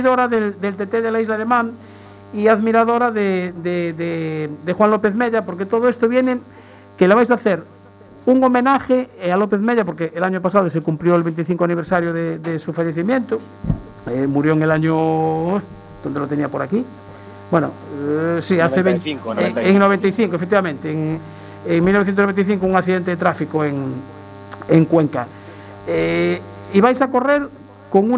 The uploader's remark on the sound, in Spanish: Nos acompaña en el estudio. Tenemos por teléfono.